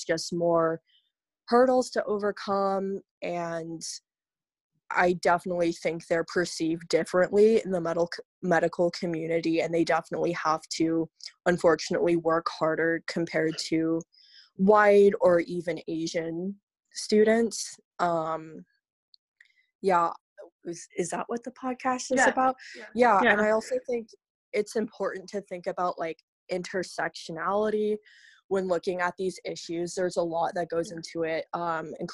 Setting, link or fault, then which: link, video call